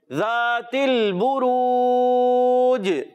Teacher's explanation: زال کی ادائیگی کلیئر رکھنا ہے، زا سے نہیں بدلنا چاہیے اور یہاں لام ہلنا نہیں چاہیے.